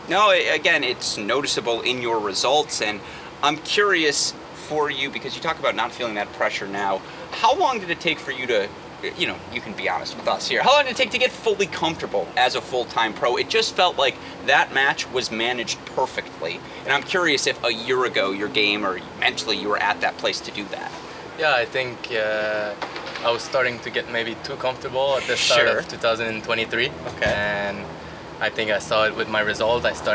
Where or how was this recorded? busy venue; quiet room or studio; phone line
busy venue